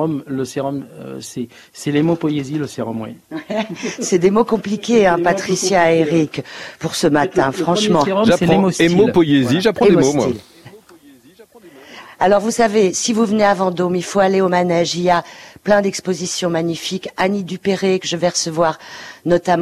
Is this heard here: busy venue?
yes